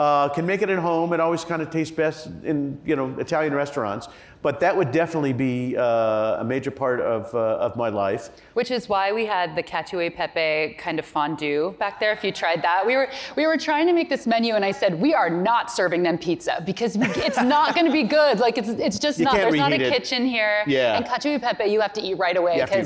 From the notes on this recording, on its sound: During a live taping at the Crosscut Ideas Festival in May.